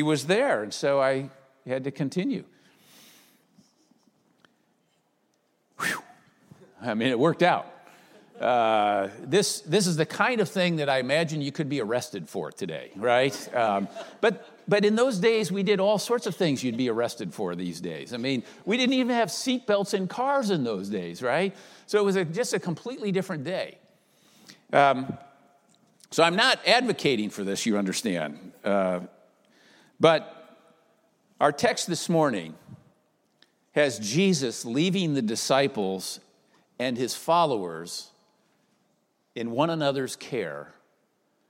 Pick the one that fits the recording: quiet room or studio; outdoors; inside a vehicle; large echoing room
large echoing room